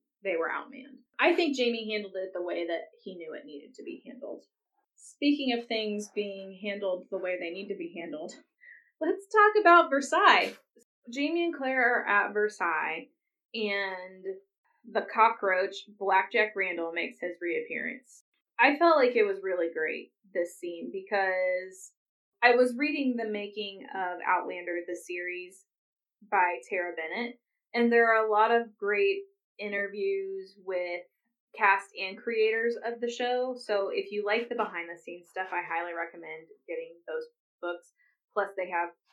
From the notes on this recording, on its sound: Sorry for the poor sound quality this week. IT issues were involved.